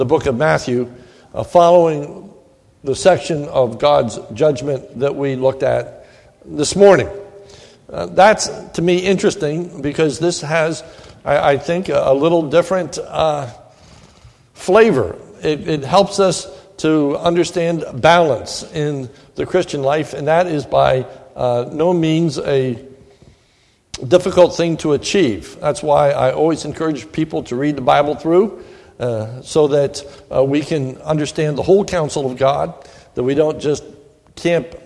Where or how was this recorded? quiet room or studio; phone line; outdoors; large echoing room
large echoing room